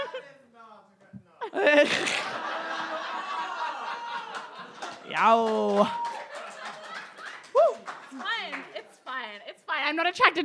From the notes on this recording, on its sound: Recorded live from the Love Letters to F***bois Podcast Launch and Singles Mixer at East Brisbane Bowls Club. In front of a live studio audience.